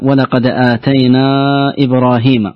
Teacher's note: مد منفصل يمد بمقدار 4 حركات، لأن المد في كلمة والهمز في كلمة أخرى